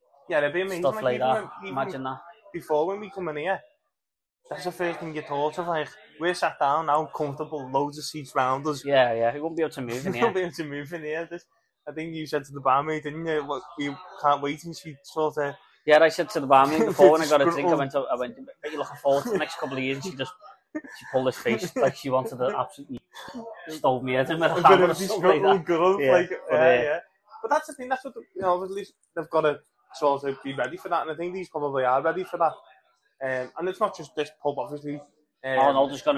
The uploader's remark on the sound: do a podcast sat in the Bramley Moore pub